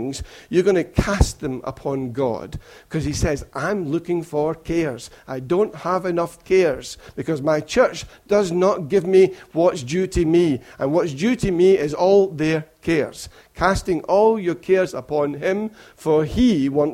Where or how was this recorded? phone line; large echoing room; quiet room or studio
large echoing room